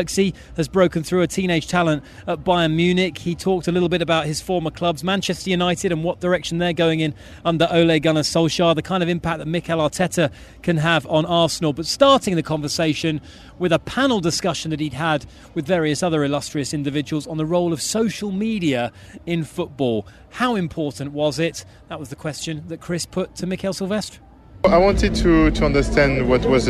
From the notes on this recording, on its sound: From the rooftop garden of Barasti